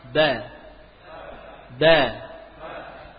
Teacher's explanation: Coba huruf ba dengan merapatkan bibir atas dan bawah dengan tekanan yang kuat. Ba, ba, kalau disukun muncul qalqalah.